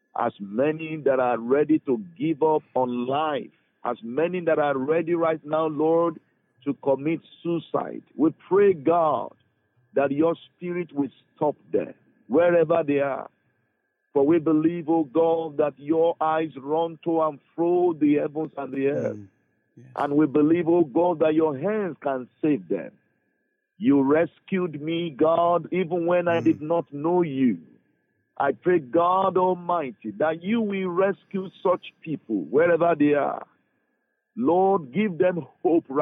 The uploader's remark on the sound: took the time to give us a phone call